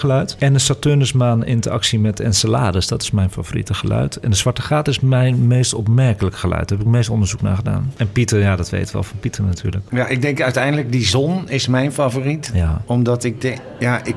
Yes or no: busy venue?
yes